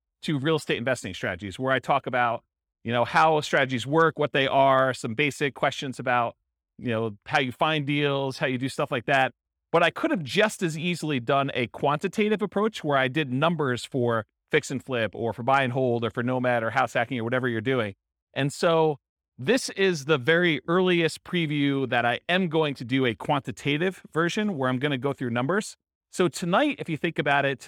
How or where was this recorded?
live audience